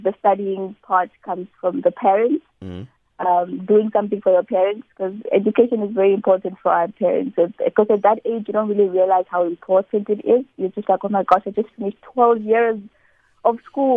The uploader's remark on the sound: Essential information and interesting every day subjects interspersed with Music and the occasional phone in.